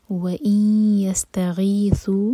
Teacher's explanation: یہ ہے ثا، زبان ہماری اوپر والے دانت پر ٹچ کرے گی